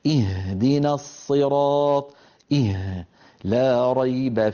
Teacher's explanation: الهاء وهي الحرف أيضا من أقصى الحلق تخرج باهتزاز الوترين وعدم انقفالهما لكن بقربهما من بعضهما جدا. هنا لا بد من تقارب الوترين.